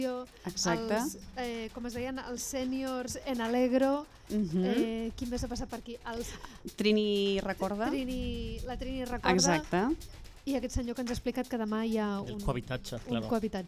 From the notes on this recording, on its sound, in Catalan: Ràdio Trinijove, Ràdio Fabra i XRCB participen fent ràdio en directe a les jornades FACC&COM celebrades el juliol del 2019 i organitzades per Art i Barri.